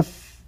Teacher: بطن الشفة السفلى مع أطراف الثنايا العليا · Term: حرف الفاء